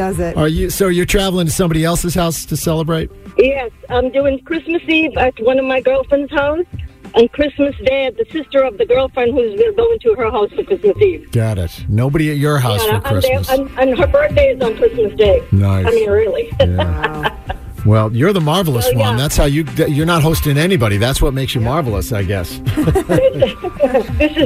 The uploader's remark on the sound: The MAGIC listeners called